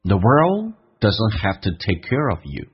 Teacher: Care 跟 of 有一个连音叫 careof，用字母的 r 跟 of 的 a 形成一个连音叫 careof